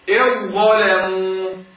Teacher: الذال الساكنة إذا أتى بعدها ضاء أضغم الذال في الضاء · Term: إضغام كامل